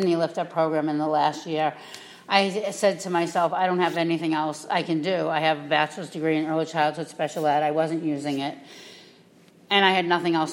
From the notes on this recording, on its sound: we invite two guest speakers into the pulpit